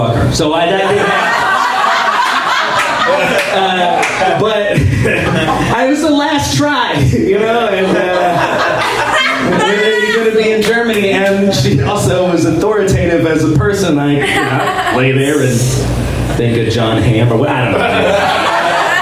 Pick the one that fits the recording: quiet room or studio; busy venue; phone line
busy venue